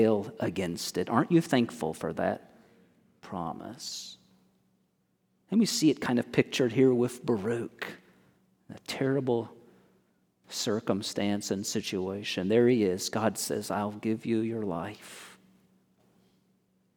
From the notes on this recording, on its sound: Originally recorded on 08/20/23 at First Baptist Church in Mount Washington, KY.